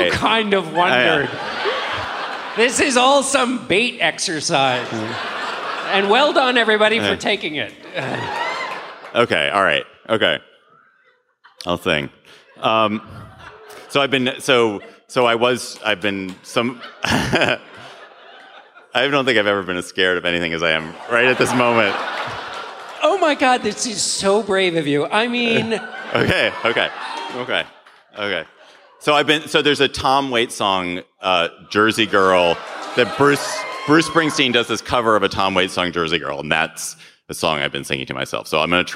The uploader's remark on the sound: Live from Madison! Take the show on the road.